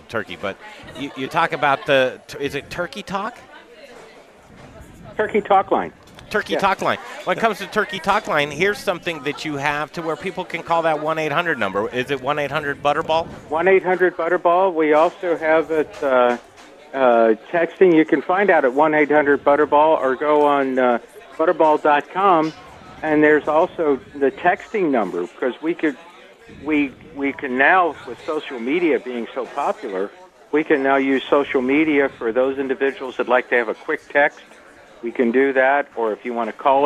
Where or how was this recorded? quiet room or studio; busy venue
busy venue